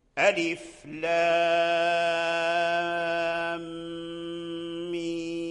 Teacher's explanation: الميم كذلك، ألف لام ميم، أي مد مشبع. إذن اللام يمد مدا مشبعا، والميم تمد مدا مشبعا